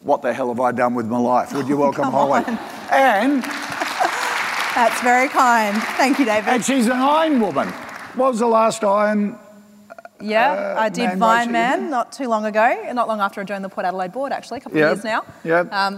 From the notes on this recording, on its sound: From 2018's Flying Solo Live